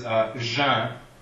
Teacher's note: The N only nasalizes the two vowels that are before it.